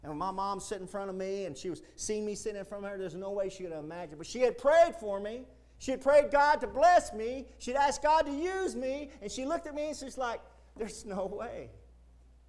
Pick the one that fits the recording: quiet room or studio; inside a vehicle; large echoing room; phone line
large echoing room